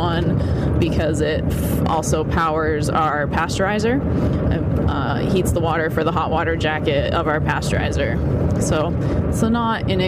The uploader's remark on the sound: Recording on the road because that's where I spend my life.